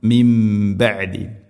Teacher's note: മിംബഅദി ഇവിടെയും ഇഖ്ലാബ്, നൂനിനെ മീമാക്കി മാറ്റി മണിക്കണം